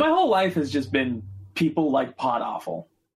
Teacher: that little vocal fry there at the end